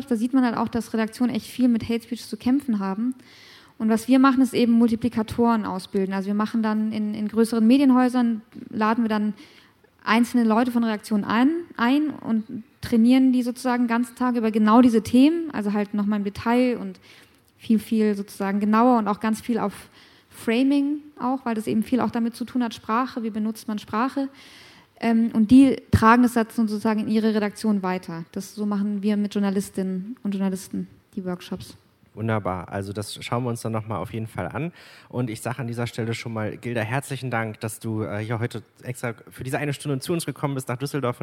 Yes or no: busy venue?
yes